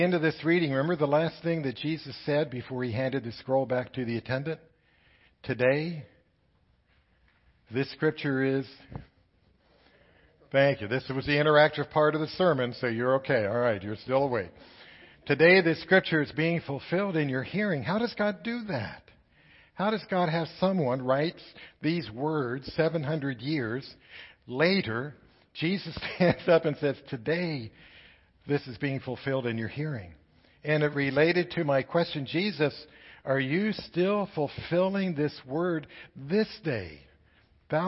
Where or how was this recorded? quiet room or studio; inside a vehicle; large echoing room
large echoing room